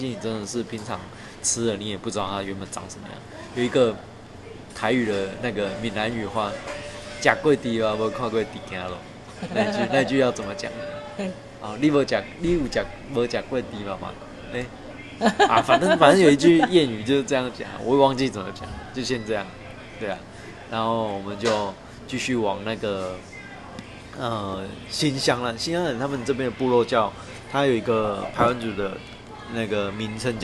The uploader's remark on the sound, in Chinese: 鐵路環島從金崙到香蘭。由於會是在旅程途中錄製。錄音品質上麻煩大家多多包涵。